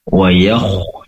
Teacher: ya-nya tipis, kho-nya tebal